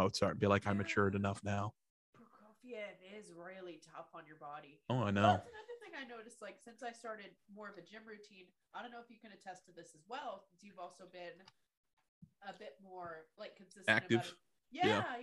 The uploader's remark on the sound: This episode is in two parts thanks to Zoom